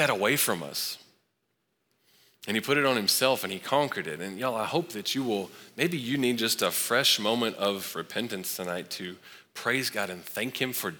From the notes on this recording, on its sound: Recorded live at Long Hollow Church on March 7, 2023.